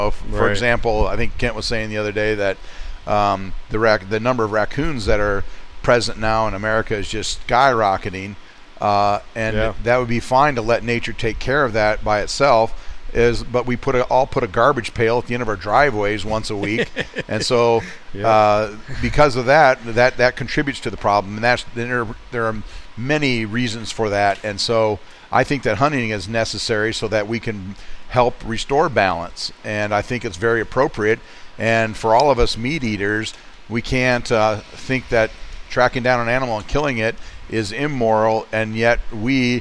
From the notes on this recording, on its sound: LIVE from The Bucksnort. Had a chance to stop in at our favorite deer hunting themed burger joint.